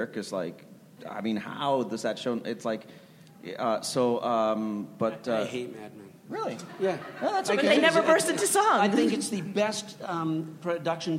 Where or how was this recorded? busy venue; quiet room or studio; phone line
busy venue